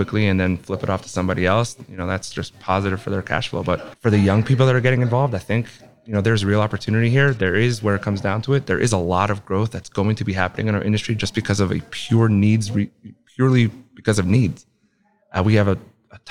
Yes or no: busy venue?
yes